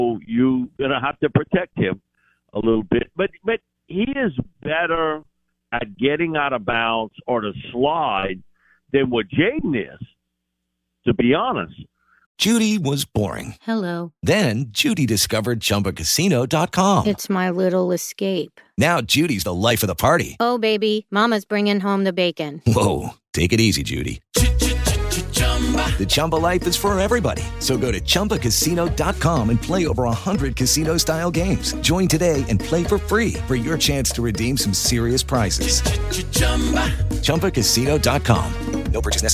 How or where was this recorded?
phone line